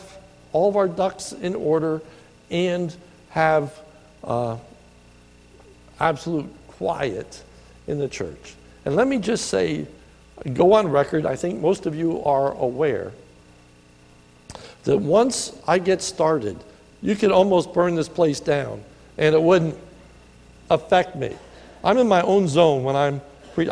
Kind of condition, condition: setting, large echoing room